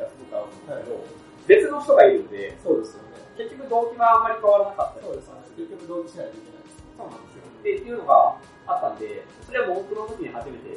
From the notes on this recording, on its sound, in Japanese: 今回も音質が悪めです。